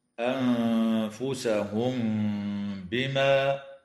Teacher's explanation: وتخفى النون الساكنة عند الفاء مع الغنة مرققة في كلمة أنفسهم، وكذا تخفى الميم الساكنة عند الباء مع الغنة في قوله تعالى: أنفسهم بما